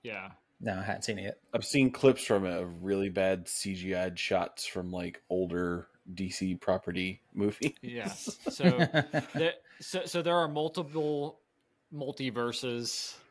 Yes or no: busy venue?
no